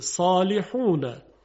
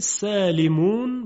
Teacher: خب تبیین شد که صدای صاد درشت است اما صدای سین خیلی ظریفه